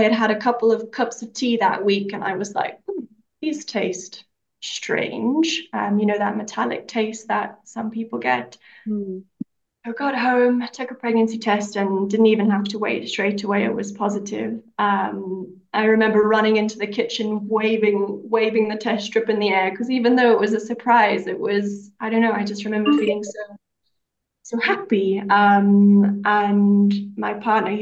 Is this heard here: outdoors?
no